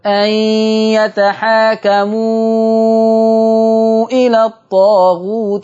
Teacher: هذا مد منفصل، يمد عند ورش بمقدار كم؟ 6 حركات